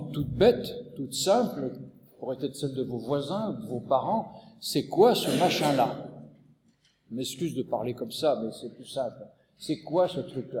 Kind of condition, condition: setting, large echoing room